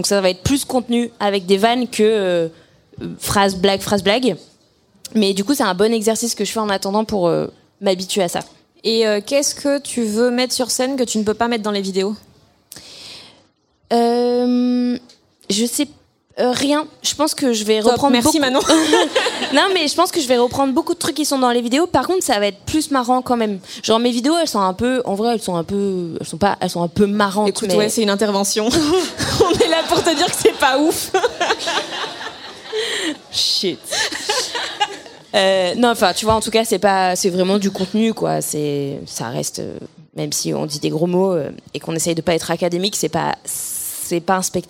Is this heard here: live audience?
yes